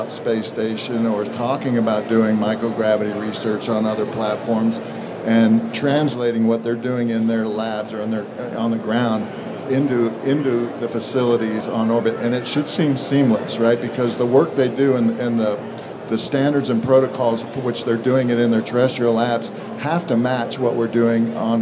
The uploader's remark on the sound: Live from Space Symposium 2023. Live from the Redwire booth at Space Symposium 2023!